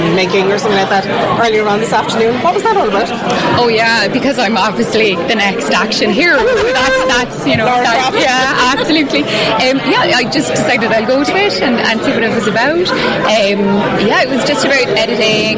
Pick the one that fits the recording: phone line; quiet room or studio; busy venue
busy venue